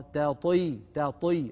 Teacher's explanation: رققت التاء وفخمت الطاء، كان من أجمل ما يكون